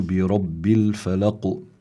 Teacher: والقلقلة في القاف هي باتجاه الضم · Term: قلقلة كبرى